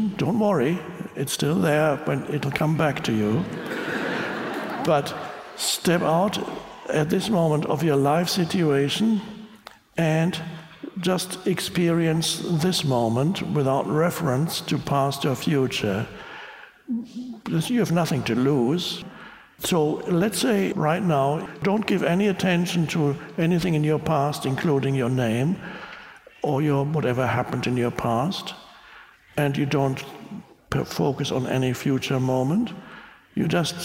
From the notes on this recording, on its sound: talk with an audience in Budapest